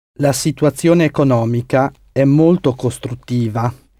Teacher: The word constructive drops the N in Italian and changes CT to that double T. It's costruttivo.